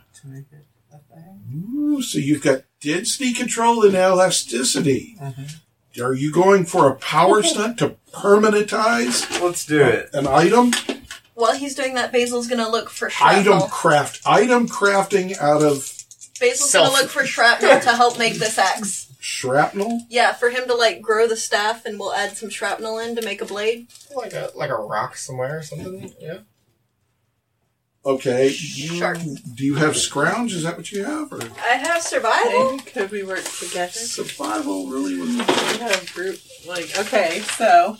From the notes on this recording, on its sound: My editing is getting better but the sound quality was terrible on the raw recording.